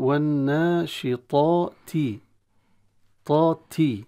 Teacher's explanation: انتقال من الطاء المفخمة الملحقة بالألف في أشد حالاتها من التفخيم، انتقال إلى التاء، والتاء من حروف الترقيق. فقد يغلب أحيانا يقرأ هو الناشطاطي، أو يرقق الطاء الأولى ويجعلها كأنها تاء، ناشطاتي.